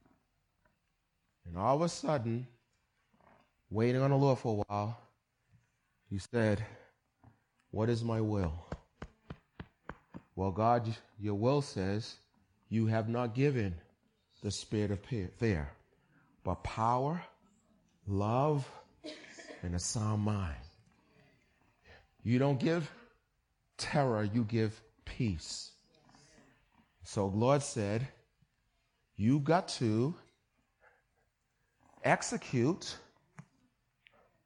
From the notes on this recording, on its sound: Recorded on 20160522 at the 08:30am Service.